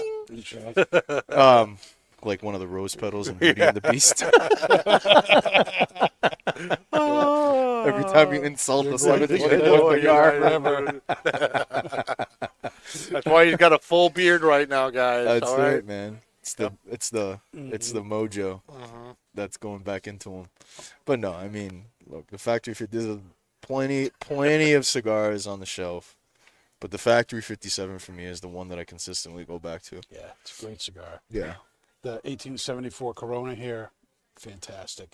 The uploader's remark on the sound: Recorded live from the 7-20-4 Lounge!